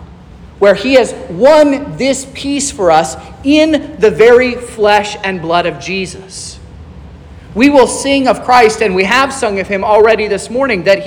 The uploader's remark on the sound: This is the sermon preached at Trinity Lutheran Church in Vallonia, Indiana, on Sunday, May 28th, 2023